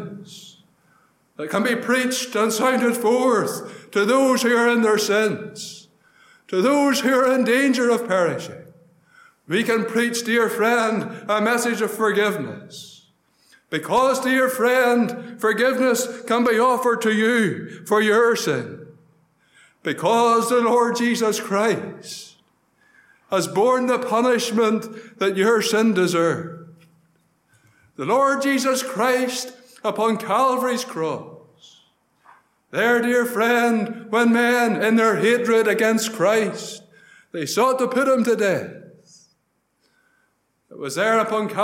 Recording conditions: large echoing room